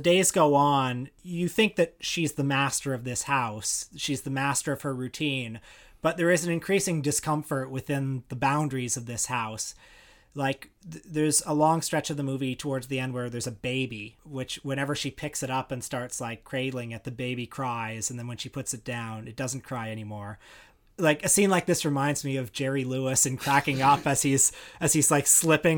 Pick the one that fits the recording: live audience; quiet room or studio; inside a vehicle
quiet room or studio